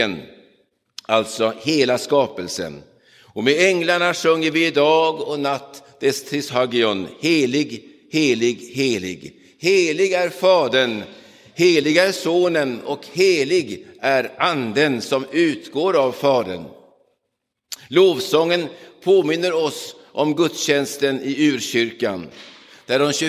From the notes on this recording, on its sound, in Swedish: Inspelad i Roseniuskyrkan den 9 oktober 2022.